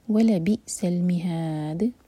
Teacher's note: دال پر قلقلہ اور ہا مد علی السکون چار حرکہ لمبا